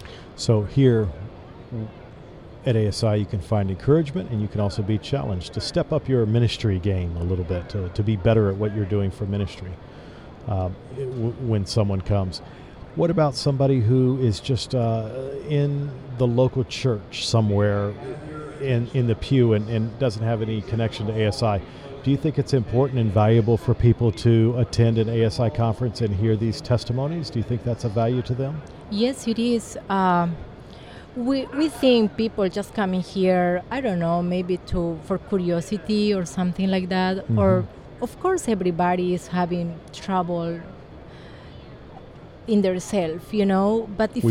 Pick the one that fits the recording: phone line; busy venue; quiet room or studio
busy venue